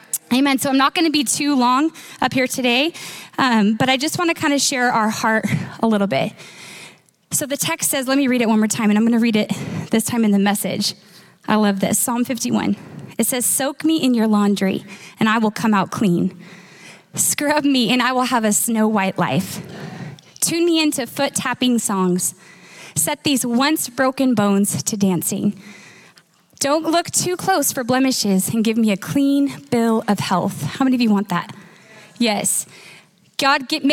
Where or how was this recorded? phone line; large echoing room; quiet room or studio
large echoing room